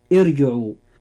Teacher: الراء فيها مفخمة لأنها ساكنة وما قبلها مكسور وكسرته عارضة